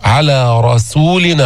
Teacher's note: لسانك تحت يبقى منخفضا، السين مرققة مستفلة منفتحة مهموسة، صو على رسولنا، فخم الراء المفتوحة أولا ثم تنتقل للسين على رسولنا.